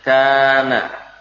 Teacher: Kaf jelas dari pangkal lisan. Nun juga dari ujung lisan. Alif tidak terasa membebani bagian-bagian mulut kita, tidak membebani tenggorokan, apalagi mulut dan lain.